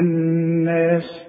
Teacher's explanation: النون المشددة لازم تغني بمقدار حركتين · Term: غنة